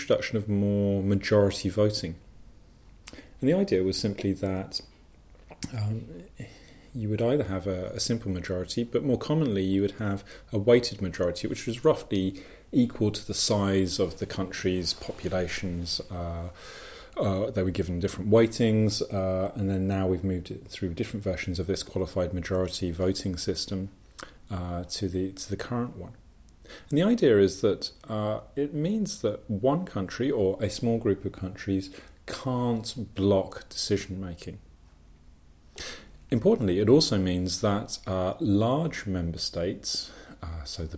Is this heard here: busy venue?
no